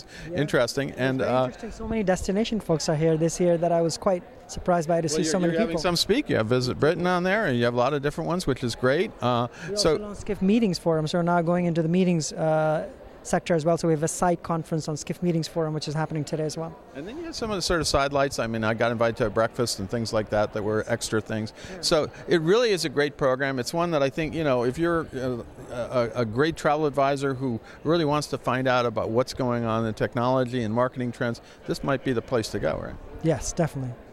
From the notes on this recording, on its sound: at New York’s Jacob Javits Center